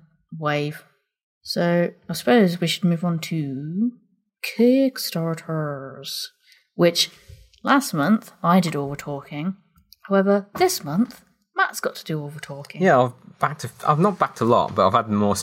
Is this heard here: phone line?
no